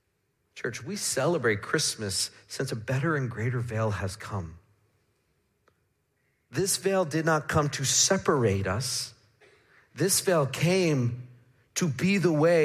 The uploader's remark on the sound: Midland Evangelical Free Church Sermon Audio